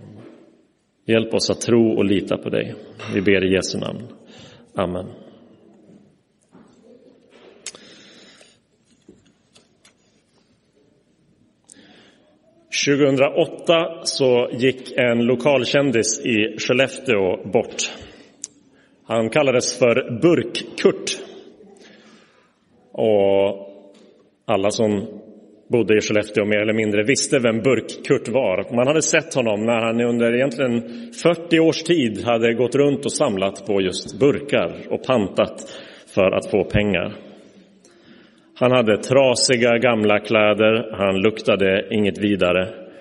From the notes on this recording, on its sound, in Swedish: Inspelad i Roseniuskyrkan den 18 februari 2024.